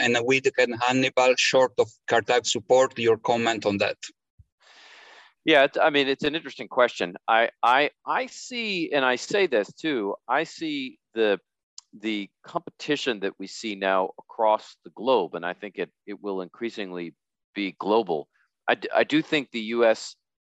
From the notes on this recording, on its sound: This public talk was conducted online via Zoom.